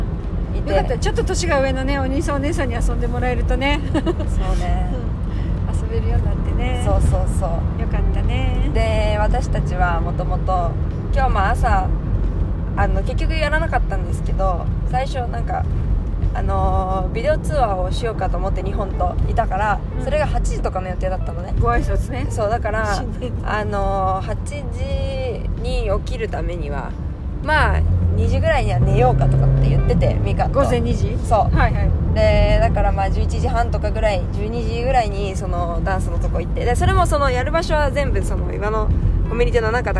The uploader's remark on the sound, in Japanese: 第268回は、4泊5日の弓場農場での日々からそれぞれの家へ帰る途中で収録しました。